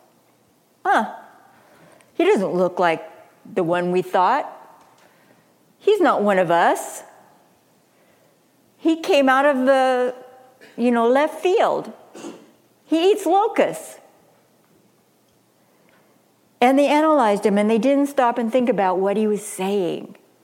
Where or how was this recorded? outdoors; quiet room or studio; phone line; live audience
live audience